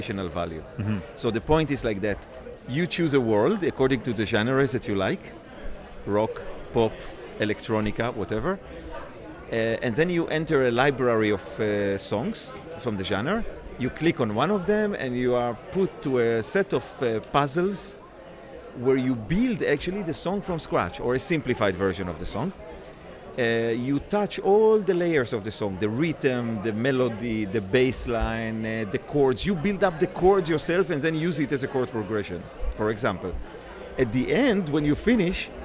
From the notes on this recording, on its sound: Music Tectonics is at Midem! Recording interviews with Midemlab competitors and international music tech superstars, on the spot in Cannes.